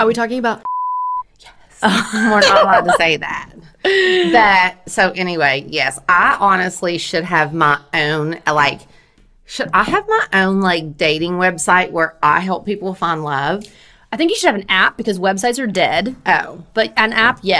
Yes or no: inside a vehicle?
no